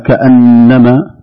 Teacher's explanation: غنة مشددة تغن بمقدار حركتين